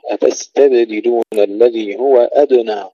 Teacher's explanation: السين ساكنة مع الهمس والصفير والباء مقلقلة